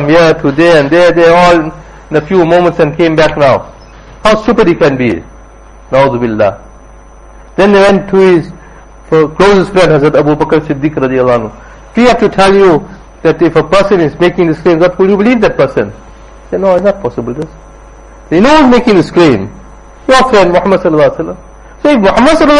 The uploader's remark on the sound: Jumuah lecture at Rockford Musalla